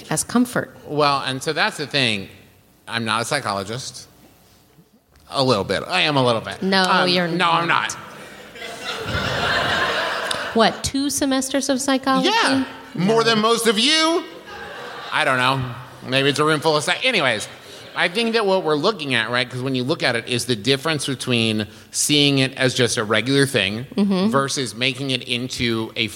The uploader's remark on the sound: This episode was recorded live at the Moontower Comedy Festival in Austin.